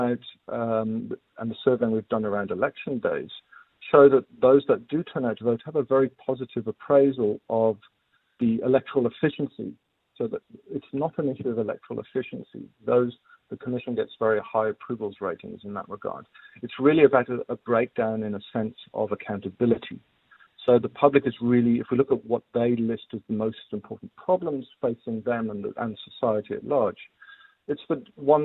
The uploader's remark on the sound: Guest (TELEPHONE)